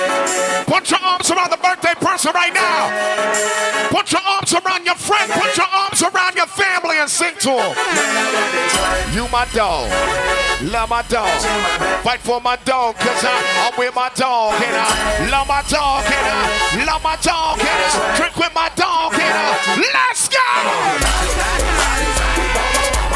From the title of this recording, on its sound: Tropical Fridayz 11/4/22 (LIVE AUDIO)